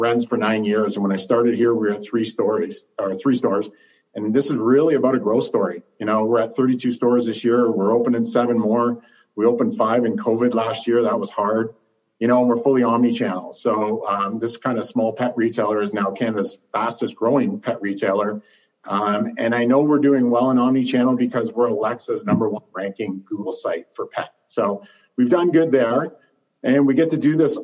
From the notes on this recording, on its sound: In this episode I moderate a live and interactive retail thought leadership panel live from the Association for Corporate Growth’s virtual stage here in Toronto.